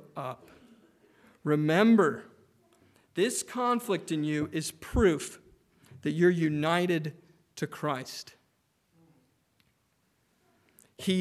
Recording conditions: large echoing room